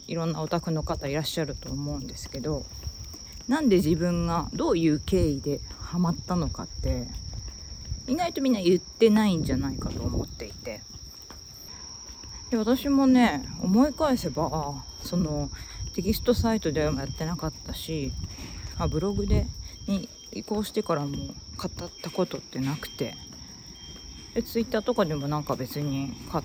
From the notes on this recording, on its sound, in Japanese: おさんぽでPCM録音アプリを試してみたよ。アプリ PCM録音でステレオRECがどうできるかなテストを しながら。